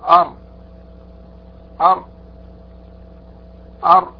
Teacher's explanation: قلنا بأنها تخرج من طرف اللسان، من طرف اللسان من جهة ظهره، مما يلي صفحته وما يحاذيه من لثة الثنيتين العلويين قريبة إلى ظهره، أدخل قليلا إلى ظهره من مخرج النون، أدخل قليلا إلى ظهره من مخرج النون. · Term: مخرج حرف الراء